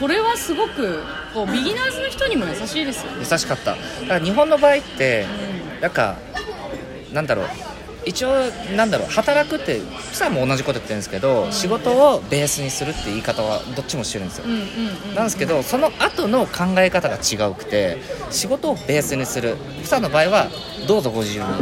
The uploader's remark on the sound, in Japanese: 今回は、釜山ワーケーションモニター参加後にそのまま空港で収録しました。